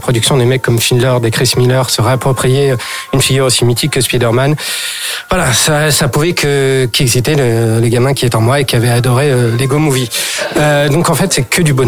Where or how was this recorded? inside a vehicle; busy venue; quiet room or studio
busy venue